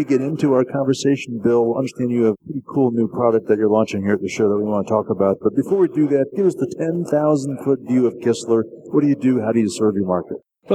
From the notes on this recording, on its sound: Live from The ASSEMBLY Show.